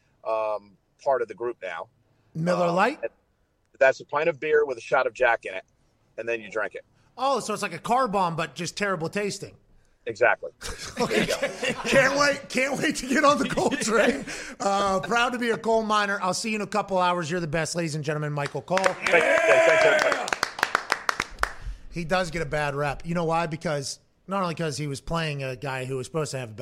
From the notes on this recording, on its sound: live from the FanDuel Beach Hahse in Tampa Bay